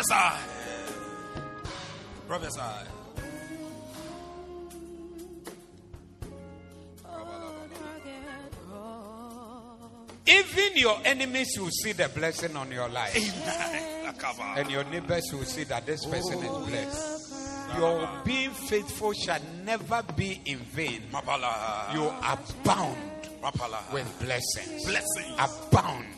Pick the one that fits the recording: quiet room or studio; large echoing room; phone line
large echoing room